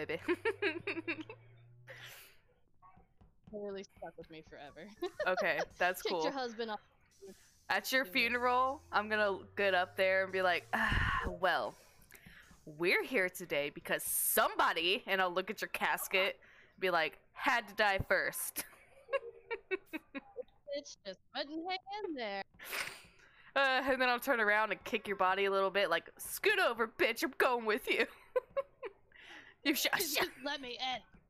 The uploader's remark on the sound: Not the best audio since we are at the hotel still